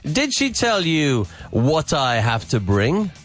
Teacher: with pauses there, and also with intonation, and also linking some words together, like what I